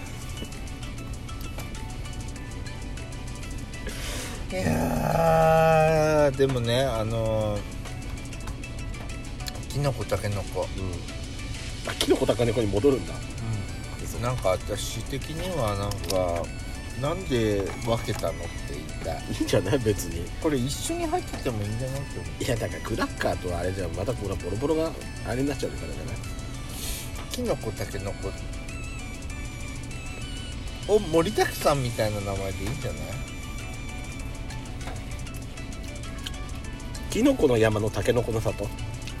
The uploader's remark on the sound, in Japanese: パーキング収録